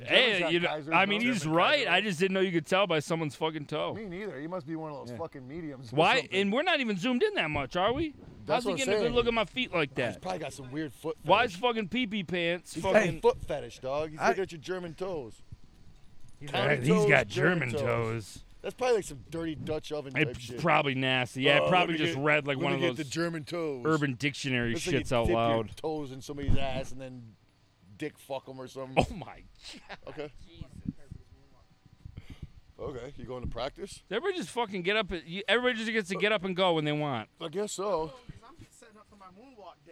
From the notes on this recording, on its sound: Live from the Pool, it's the Palcast Pool Party Premiere!